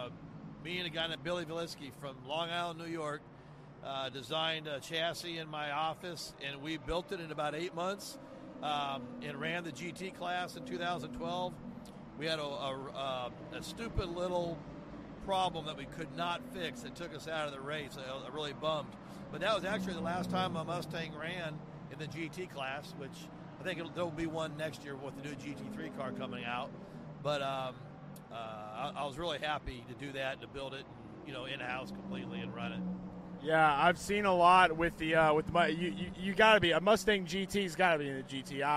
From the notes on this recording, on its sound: LIVE from Daytona International Speedway